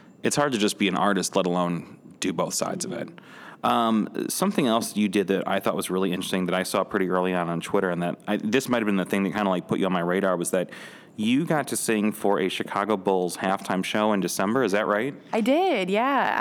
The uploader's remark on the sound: Interview recorded at SXSW 2018.